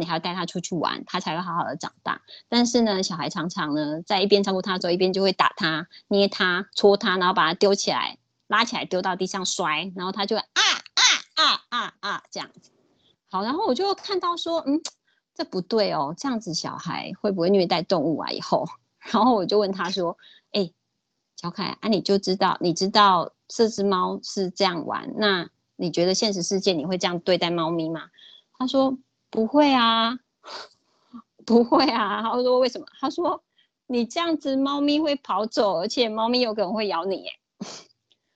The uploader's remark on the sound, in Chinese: 講座錄音。此為線上課程錄音檔。